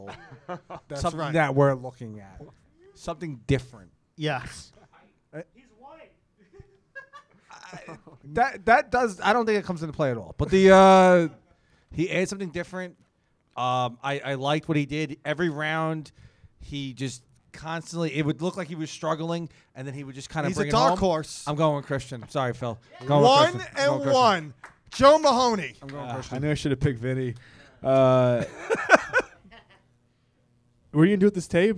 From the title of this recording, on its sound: LIVE SHOW - Freaking Madness Comedy Competition at Wawa Social Club